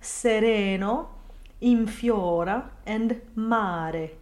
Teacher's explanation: the R should be a single flip of the tongue, indicated in phonetics by a rounded lowercase r · Term: flipped R